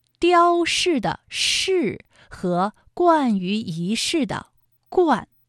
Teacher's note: 四声调的字是雕饰的饰和冠于一世的冠